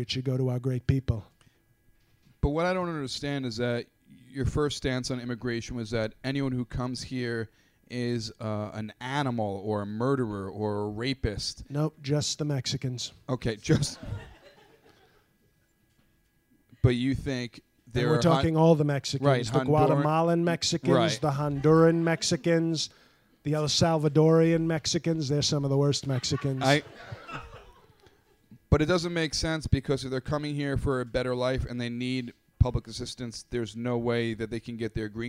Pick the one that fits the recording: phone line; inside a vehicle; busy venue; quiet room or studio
busy venue